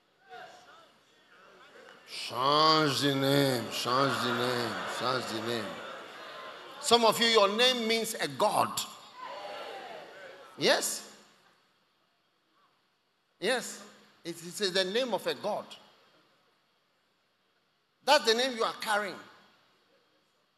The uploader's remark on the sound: Preached at The First Love Christmas Day Service, First Love Center. Accra.